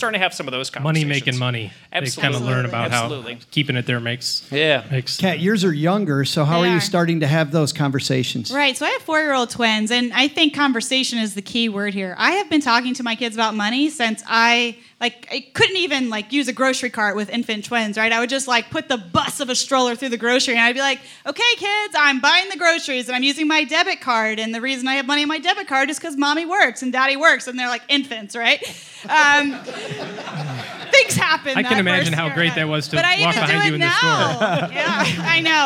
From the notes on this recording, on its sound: Recorded live in Detroit, Michigan, to round out our three-city tour! It's a super episode with our liveliest crowd of the three shows (sold out show!).